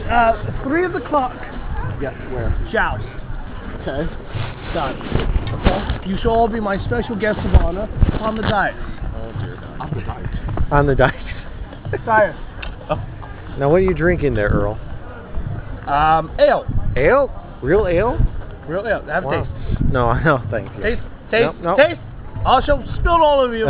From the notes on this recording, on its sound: Little Extra from RenFest 2006. Was able to capture a few moments from visiting the Renaissance Festival before my iPOD died.